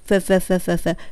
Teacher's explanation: 上の歯に出てるんだけど挟むっていうよりかは上の歯に当てる · Term: th の音